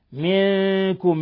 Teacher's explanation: نون ساكنة جاء بعدها الكاف إخفاء حقيقي